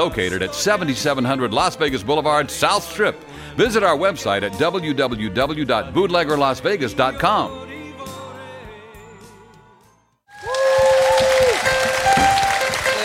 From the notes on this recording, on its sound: Live at the South Point Casino